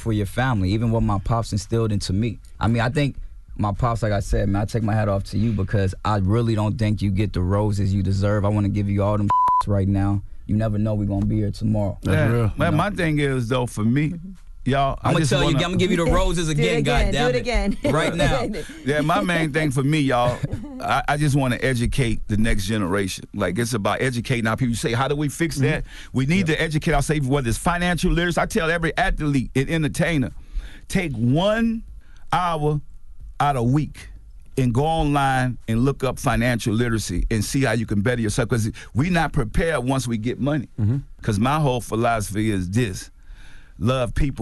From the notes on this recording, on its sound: We opened up the phone lines to see if there is ever a good reason to change the last name.